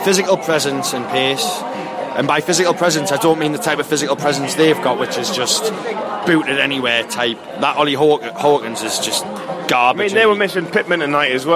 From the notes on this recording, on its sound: met at the Hilton